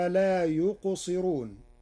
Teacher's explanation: قرأ ورش كلمة لا يقصرون بترقيق الراء لكسر قبلها